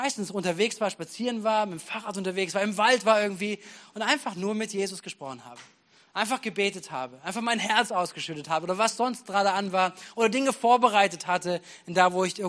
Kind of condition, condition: setting, large echoing room